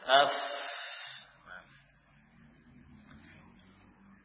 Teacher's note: Di bagian dalam bibir bawah dengan gigi seri atas. · Term: fa